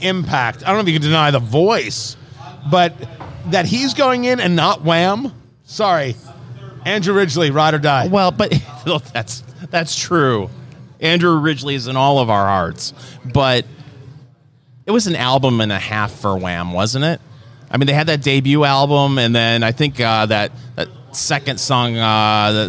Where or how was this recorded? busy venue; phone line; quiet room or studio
busy venue